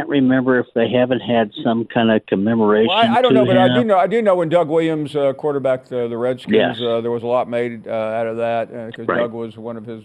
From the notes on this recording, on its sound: we continue with more of your phone calls